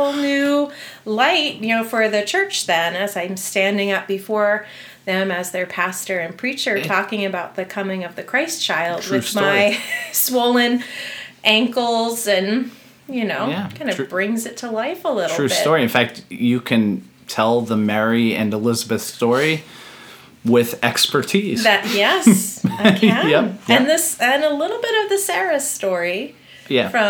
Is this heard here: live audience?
no